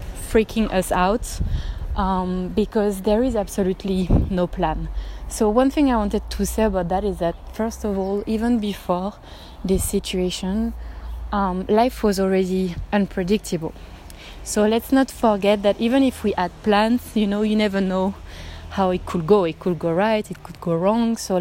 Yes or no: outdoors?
yes